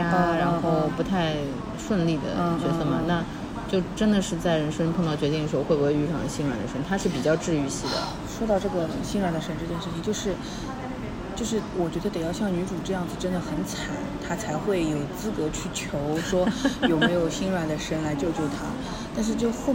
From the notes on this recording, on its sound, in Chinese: 本次录制花费：在茑屋点了两杯喝的